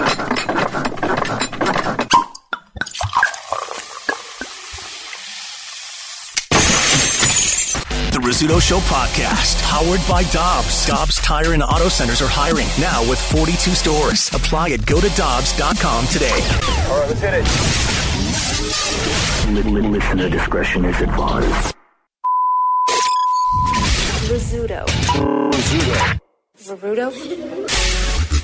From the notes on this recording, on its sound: live at Scott Airforce Base